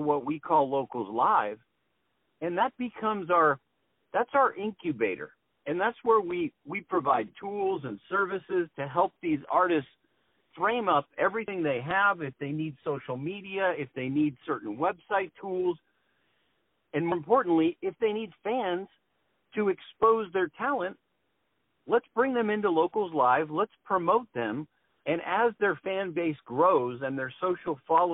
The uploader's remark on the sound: On the phone.